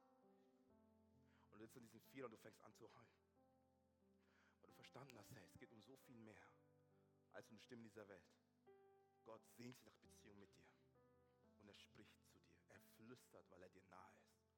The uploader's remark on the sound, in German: Aus unserem Gottesdienst.